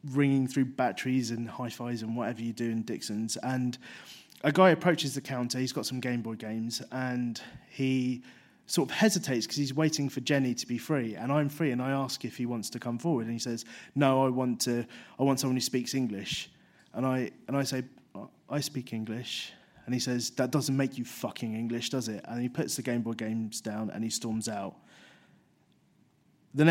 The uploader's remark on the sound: 5x15 Bristol. Recorded at the 5x15 event in Bristol, on September 11, 2016.